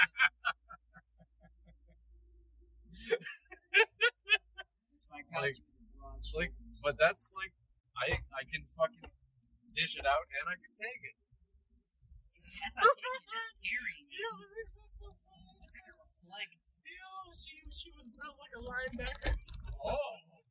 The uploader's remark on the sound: Bad audio. Driving background noise and a noisy bar without mics.